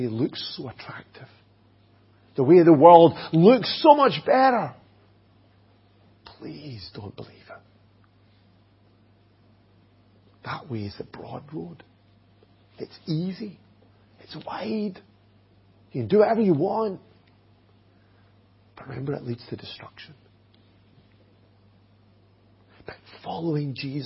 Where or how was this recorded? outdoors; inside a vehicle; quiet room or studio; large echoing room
large echoing room